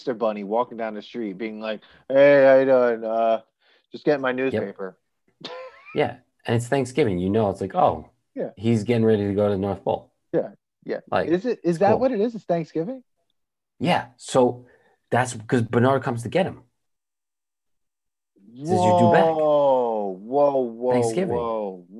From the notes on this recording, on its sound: We recorded this on November 30th, 2020, on Zoom so there are some small sound discrepancies